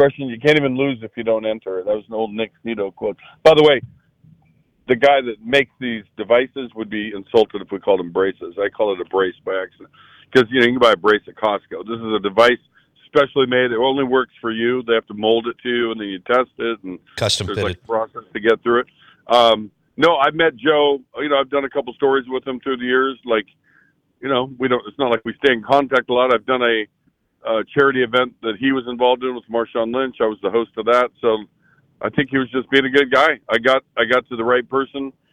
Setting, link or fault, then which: link, phone line